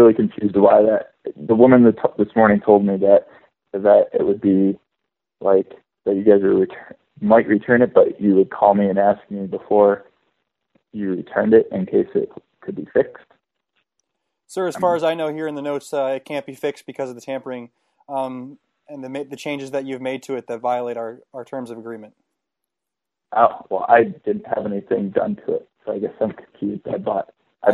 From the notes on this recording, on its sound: Prank Phone Calls